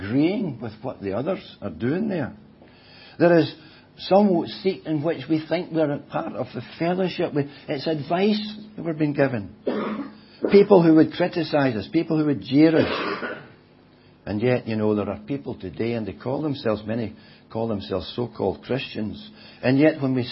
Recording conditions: large echoing room